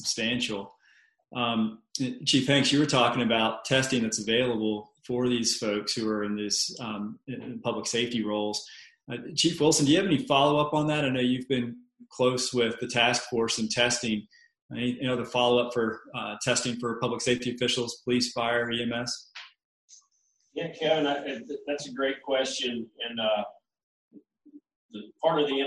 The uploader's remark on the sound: COVID-19 Virtual Town Hall meeting.